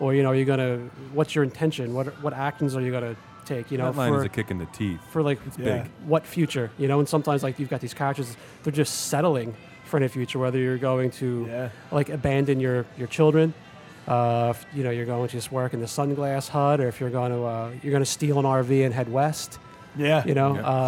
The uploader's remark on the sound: Welcome to the first remote book.record.beer cast. Indulge in a local brew supplied by our recording hosts! Much thanks goes out to "The Foodery," our local Manayunk suds shop on Ridge Ave, where this episode was recorded.